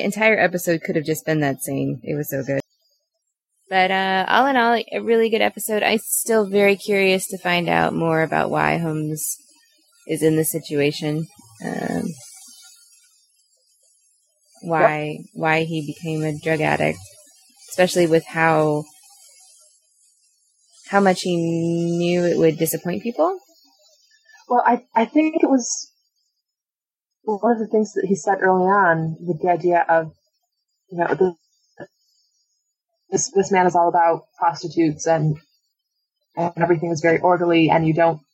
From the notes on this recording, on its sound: Apologies for the sound quality, we recorded during Hurricane Sandy and had some issues!